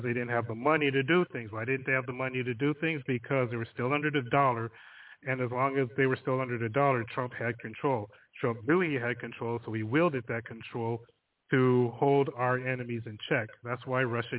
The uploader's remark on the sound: The phone lines are open all show again!